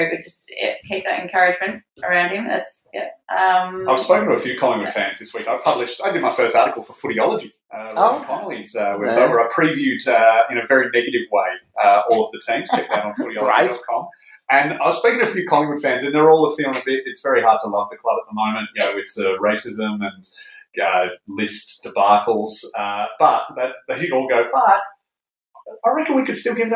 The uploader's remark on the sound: the audio is a bit tinny